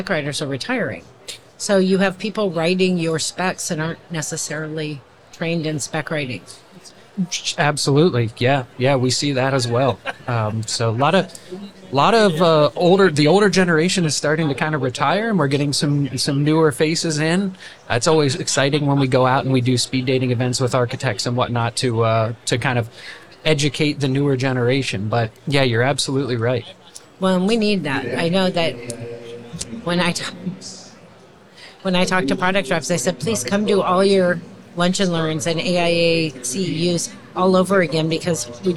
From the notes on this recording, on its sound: LIVE from A'23. We share a conversation from our live podcasting event at the 2023 AIA Conference on Architecture in San Francisco, California.